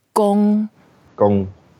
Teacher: So gong is the first word, first tone. So we keep it flat.